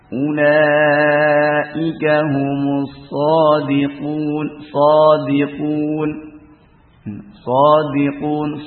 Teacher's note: huruf isti'la ini di fathah dan sesudahnya alif. Dan ini paling kuat, tafkhim yang paling kuat.